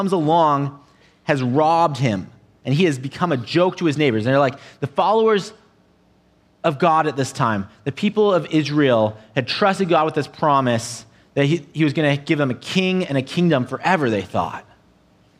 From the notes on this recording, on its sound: an audio only recording of our service